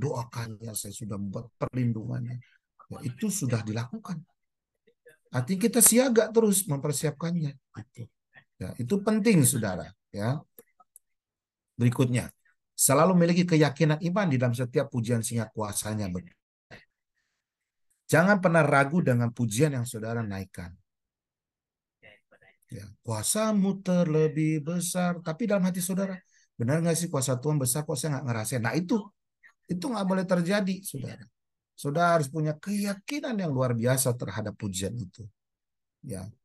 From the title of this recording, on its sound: Audio Zoominar